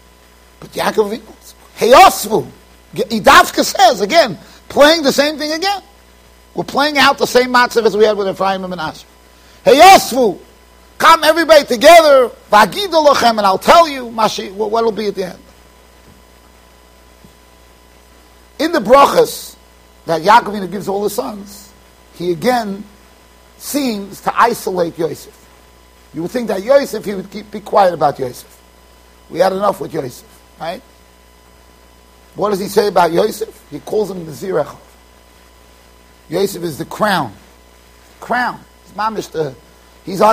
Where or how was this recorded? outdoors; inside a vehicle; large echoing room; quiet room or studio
large echoing room